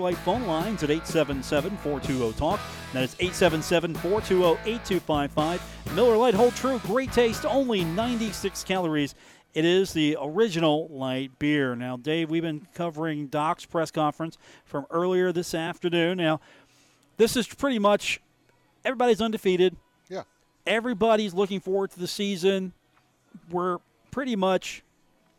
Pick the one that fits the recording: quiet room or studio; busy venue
busy venue